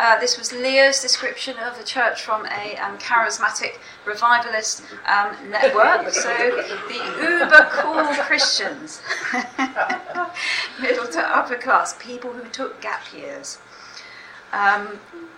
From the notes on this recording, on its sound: speaks at the SRHE Access and Widening Participation Network event Religion and Belief in Higher Education